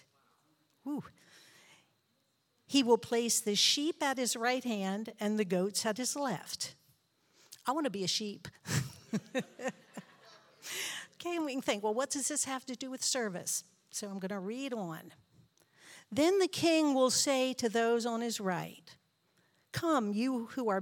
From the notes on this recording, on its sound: This JAT was recorded live on July 17th, 2022 at Newark United Pentecostal Church.